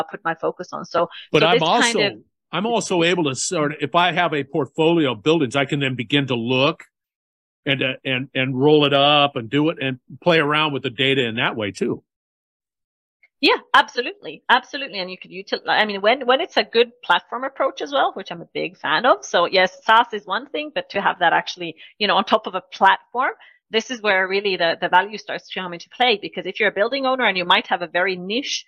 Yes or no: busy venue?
no